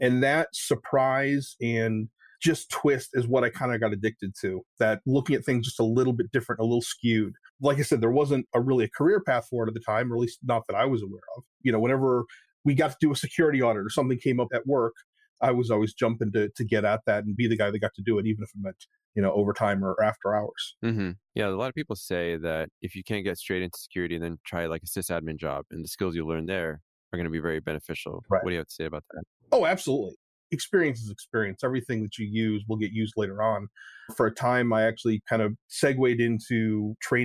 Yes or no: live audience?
no